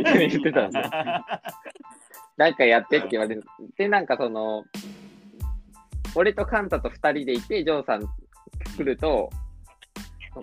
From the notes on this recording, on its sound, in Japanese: リモート収録